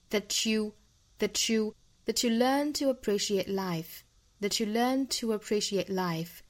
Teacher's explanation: t 和后面的 you 的这个 ye 连读同化成吃的发音